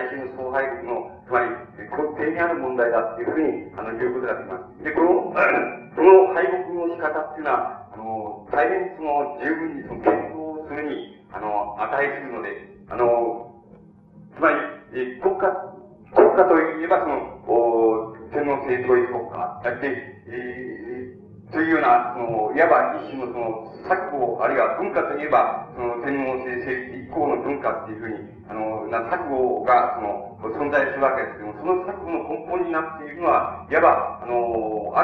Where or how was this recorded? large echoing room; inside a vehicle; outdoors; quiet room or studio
large echoing room